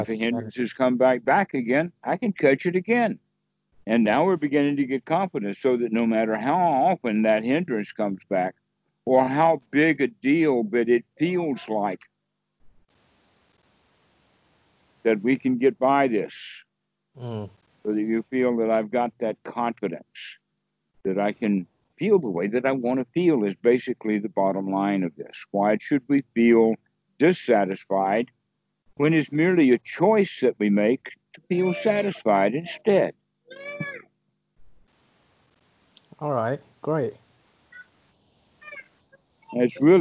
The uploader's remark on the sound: skype calls on this channel